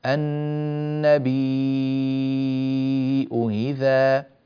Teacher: الأولى محققة واضحة والثانية مسهلة